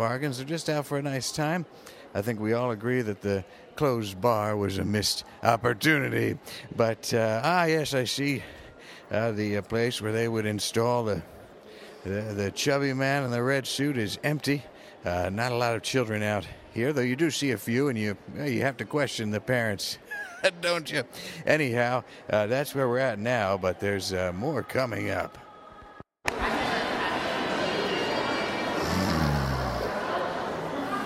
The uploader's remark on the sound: A Thanksgiving special episode, recorded largely in a moving vehicle as it hurtled through the pre-dawn parking lots of Pennsylvania.